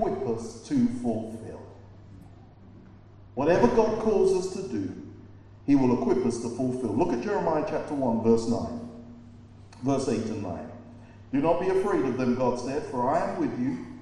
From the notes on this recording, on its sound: preached at Birmingham Fellowship Church